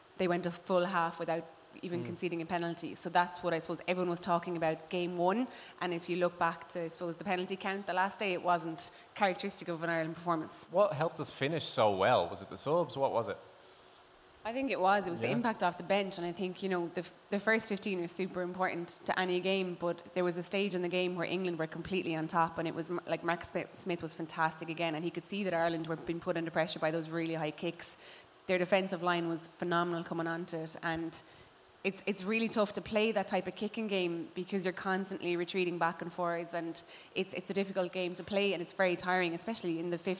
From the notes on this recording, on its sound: Special live show. We’ve recorded with a live audience at Dublin’s top sports bar, The Camden.